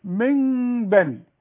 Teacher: شوف اولا النون اللي بعدها باء بتتحول الى ميم، ولو تبص في المصحف هتلاقي النون دي فوقها ميم، علشان تقلب النون لميم وتخفيها تقول ايه؟